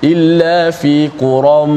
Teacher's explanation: tanwin berjumpa dengan mim maka berlaku idgham suara tanwin tu dimasukkan ke dalam mim yang selepas itu